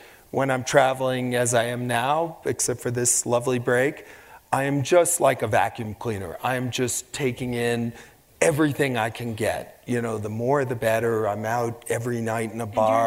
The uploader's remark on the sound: onstage for a lecture series held by Aspen Words